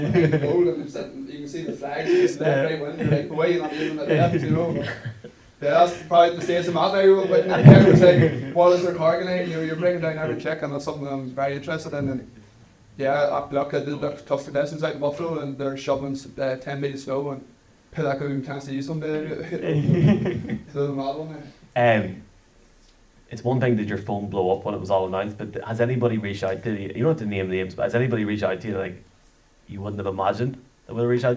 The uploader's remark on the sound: Live from the Hill Of The O'Neill in Dungannon